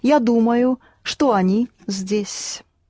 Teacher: Right, only you don't accent this «что». Because you can even do without it, so you can't, you don't accent it.